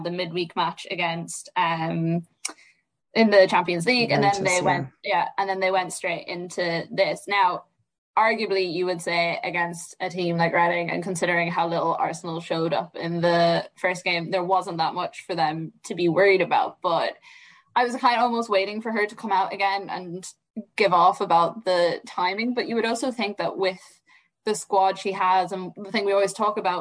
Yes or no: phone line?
no